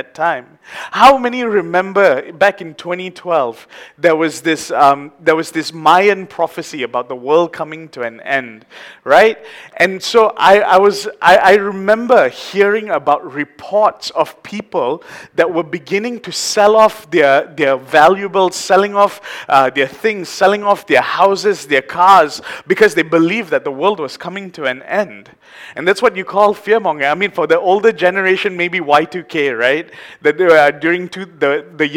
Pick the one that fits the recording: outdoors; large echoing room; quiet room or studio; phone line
large echoing room